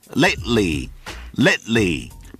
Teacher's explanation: Lately. 大家发现没有，在这个单词当中 T 几乎不发音了，千万不能读成 Lately. · Term: 失去了爆破